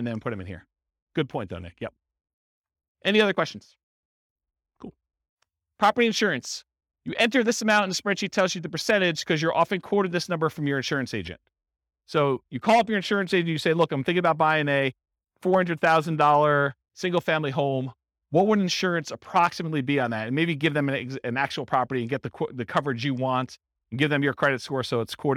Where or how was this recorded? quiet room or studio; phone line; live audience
live audience